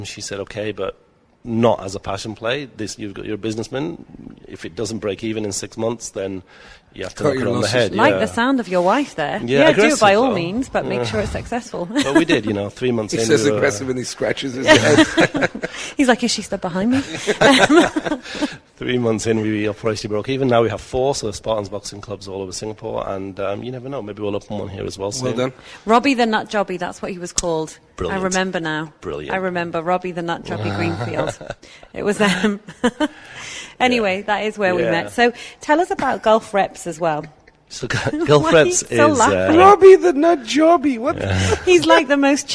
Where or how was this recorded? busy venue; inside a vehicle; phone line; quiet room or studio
busy venue